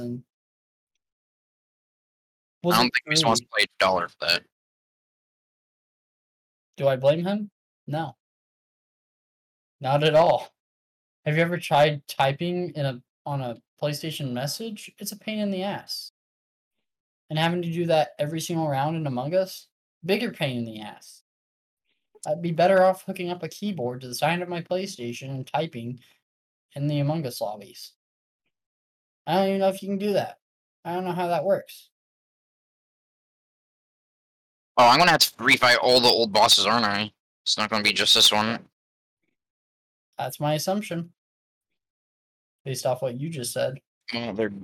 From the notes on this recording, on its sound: WE HAD TO RESTART 3 TIMES!!!! Our recording audio fucked and it had us fucked up so sorry for the short show and lack of conversations.